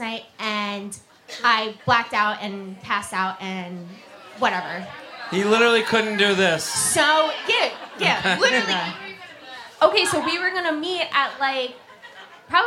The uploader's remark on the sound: Live At The Comedy Cellar (10 PM Show).